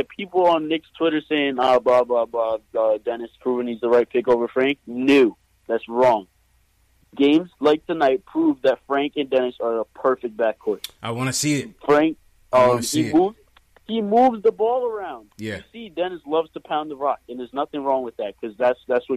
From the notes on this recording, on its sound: Knicks Post Game Live. Take live phone calls from fans around the world.